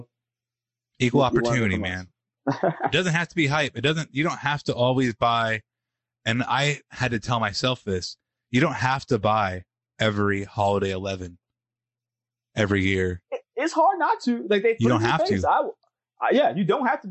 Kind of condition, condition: link, video call